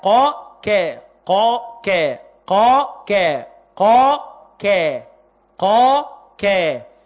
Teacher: القاف بعد مخرج الكاف أسفل منه، لأن أعلى حتة في اللسان هي أقصى حتة فيه